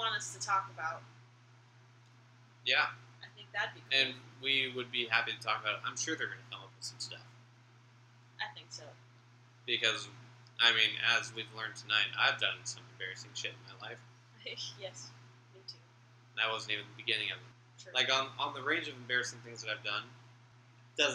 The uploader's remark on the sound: In what may be the quietest episode yet (the mic's were turned down a little low).